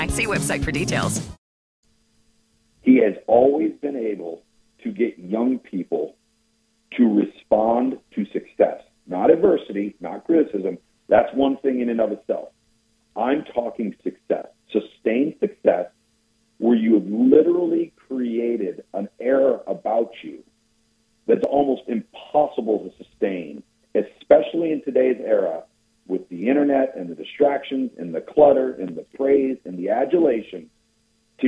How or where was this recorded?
phone line